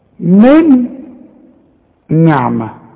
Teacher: كأنها نون واحدة مشددة، شوف من نعمة، ولا بد انك تغنها · Term: ادغام